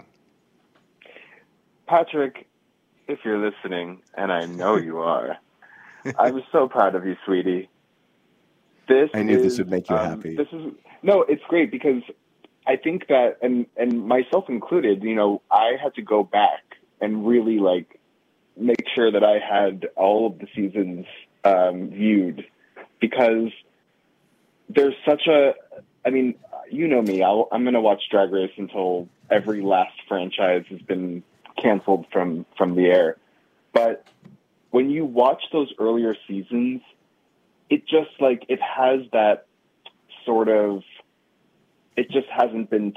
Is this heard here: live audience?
no